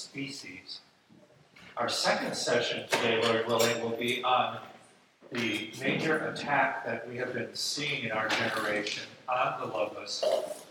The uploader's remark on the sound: This episode is a recording of Plenary Session II from Wittenberg Academy's Family Retreat.